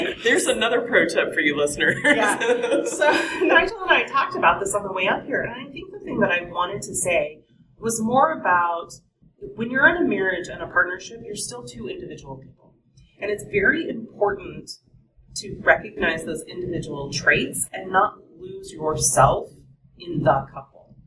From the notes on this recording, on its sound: This is another live interview from SpiceWorld 2015 in Austin, TX.